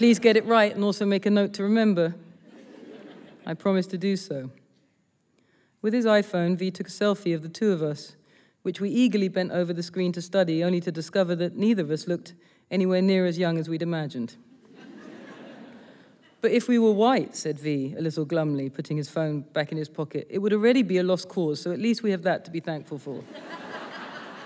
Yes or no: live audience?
yes